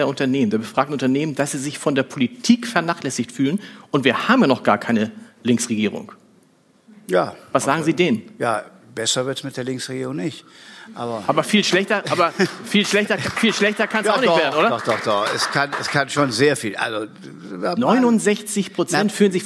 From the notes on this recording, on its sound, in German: Beim EuropaAbend des AGA Unternehmensverbandes. Vor Publikum zu befragen.